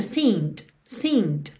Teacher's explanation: Atenção que esse verbo está no passado, mas o E da terminação é d aí final não é pronunciado. E o D é a consoante oclusiva que pode aparecer mais, menos ou nada. Você até pode fazer aquela percussãozinha seemed, seemed.